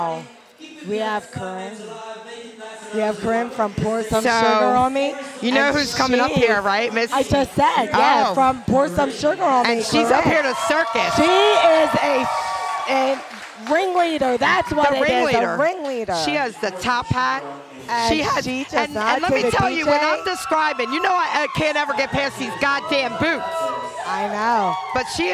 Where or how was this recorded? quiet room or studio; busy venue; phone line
busy venue